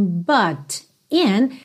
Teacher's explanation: a gente teve um rarara nesse T, que é típico do sotaque americano